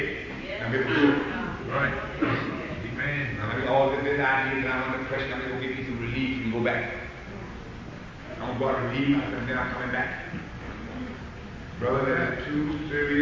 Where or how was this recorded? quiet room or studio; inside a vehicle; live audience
live audience